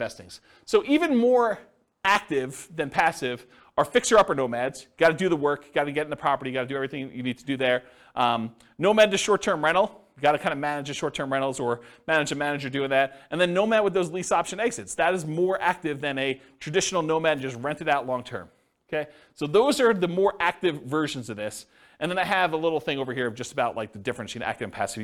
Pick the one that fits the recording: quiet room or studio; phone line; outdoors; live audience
live audience